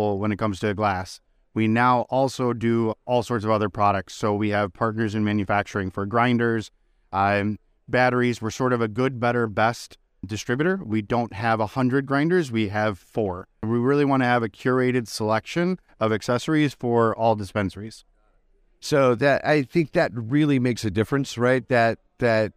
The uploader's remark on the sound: the special edition of Grassroots Marketing from the Benzinga Cannabis Capital Conference at the Fountain Blue Hotel in Miami